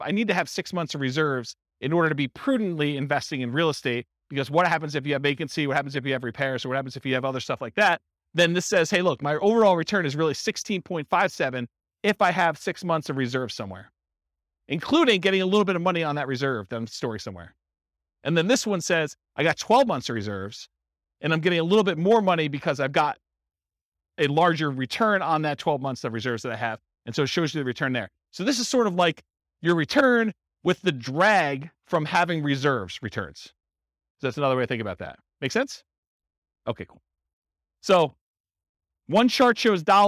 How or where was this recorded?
live audience